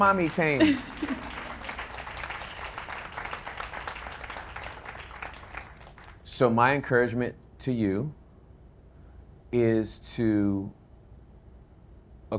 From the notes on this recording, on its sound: Our very first Live Show!